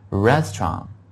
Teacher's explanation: 餐馆这个词我们可以读得轻巧一点，就是把最后那个 T 呢读得轻一点